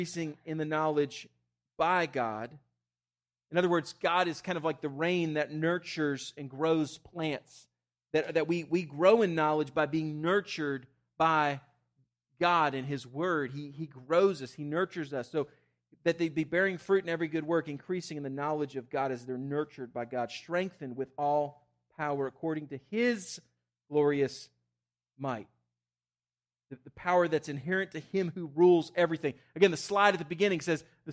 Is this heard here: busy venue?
no